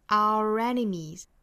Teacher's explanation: enemy 是一个紧音，应该是一个 me，大家不要读成了美